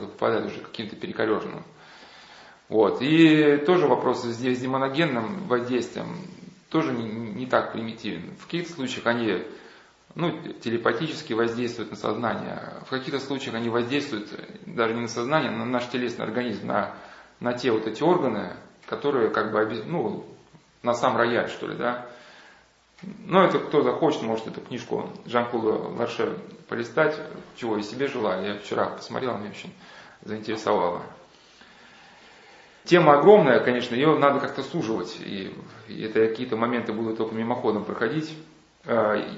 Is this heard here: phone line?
no